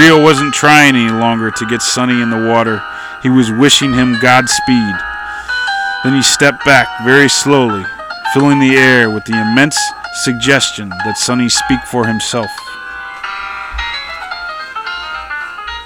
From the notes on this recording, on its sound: On this summer night, from the middle of my backyard